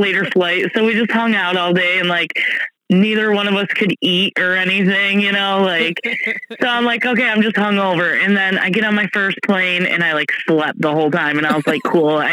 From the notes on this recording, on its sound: Forgive our sound. Had to call in again because it's her turn being sick!